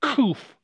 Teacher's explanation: keep in mind that the kuf should be deeper in the throat.